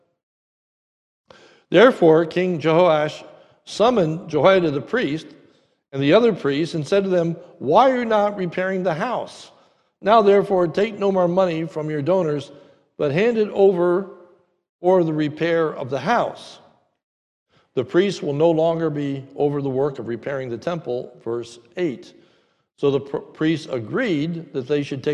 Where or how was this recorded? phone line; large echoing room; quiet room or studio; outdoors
large echoing room